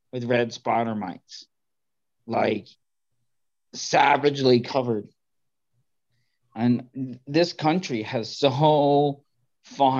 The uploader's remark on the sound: Zoom Meeting